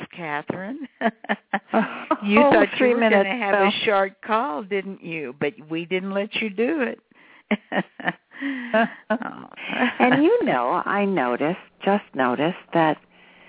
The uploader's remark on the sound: personal responses to callers during the special call-in segment